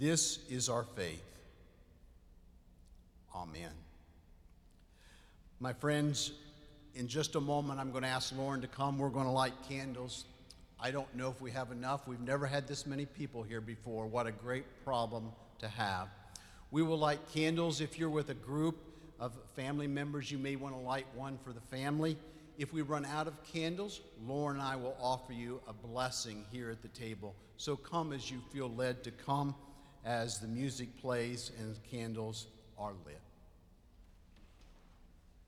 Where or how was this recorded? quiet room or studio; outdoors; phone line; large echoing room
large echoing room